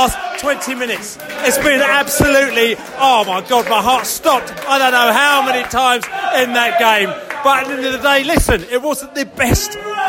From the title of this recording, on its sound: post-match podcast from the pub